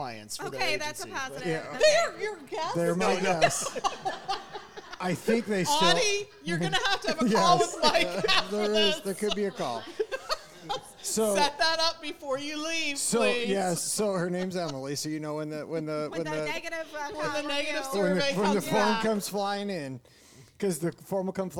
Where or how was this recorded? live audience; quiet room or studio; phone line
live audience